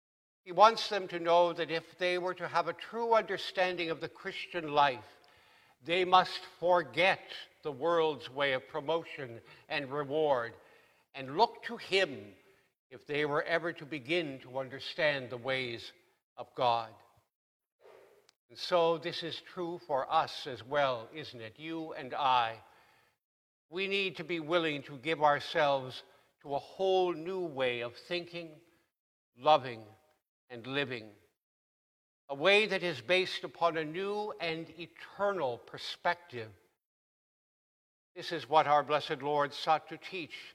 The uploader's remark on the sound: Please note that due to technical difficulties, this sermon was recorded at the 8AM service.